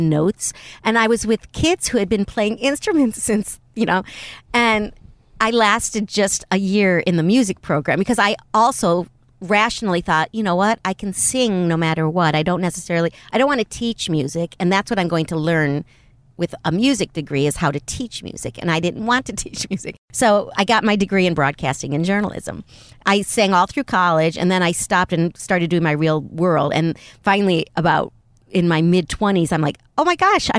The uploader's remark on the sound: At the last minute, the studio we were supposed to record in became unavailable, so we punted and ended up driving to a hotel parking lot, right beside “the 10” which is California’s mega highway. As I set up my microphones and recording equipment. LIVE from the front seat.